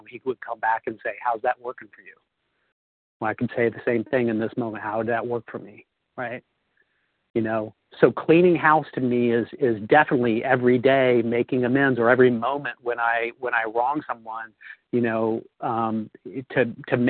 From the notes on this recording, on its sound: 100 Pounders Phone Meeting, 3/28/23.